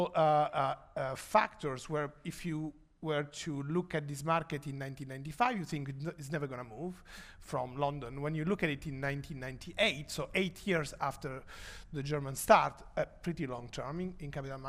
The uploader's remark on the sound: We were delighted to host a fireside chat at Balderton HQ